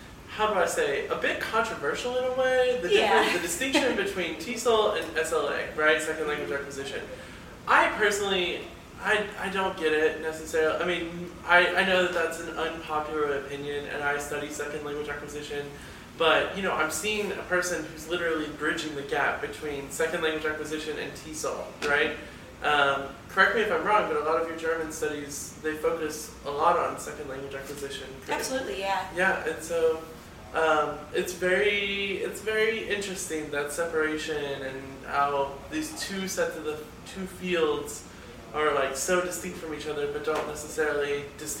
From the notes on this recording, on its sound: On location at this year's University of Alabama Languages Conference. The GradLings host a panel of awesome grad students.